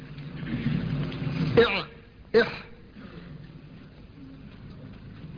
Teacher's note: وسط الحلق تخرج منه العين والحاء